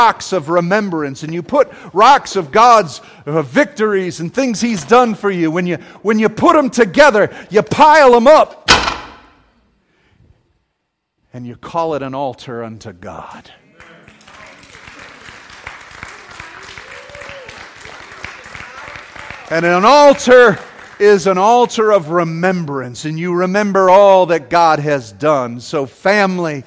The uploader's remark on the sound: This sermon was preached at James Bankston's funeral